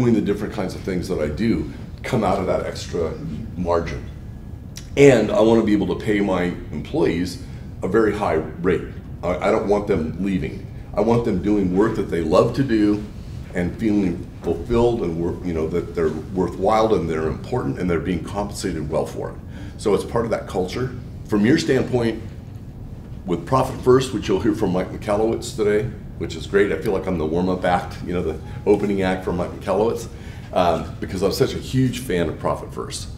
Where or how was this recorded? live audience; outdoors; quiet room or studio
live audience